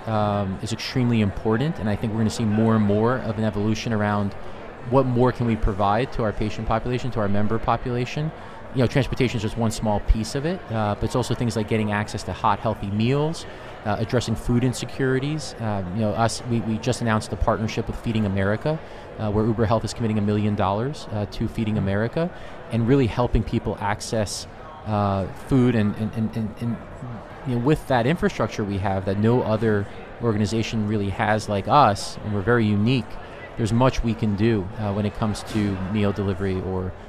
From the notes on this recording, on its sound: recorded at HLTH in Las Vegas